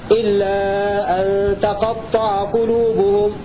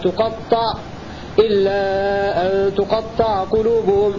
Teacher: قرأ حمزة وابن عامر وحفص بفتح التاء بدلا من ضمها